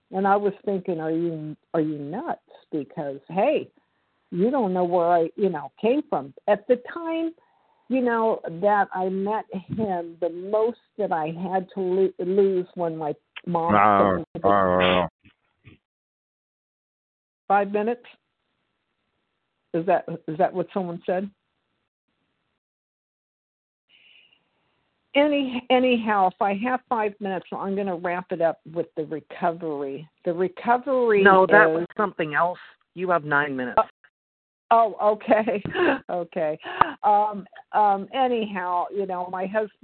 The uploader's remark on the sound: The 100 Pounders Phone Meeting.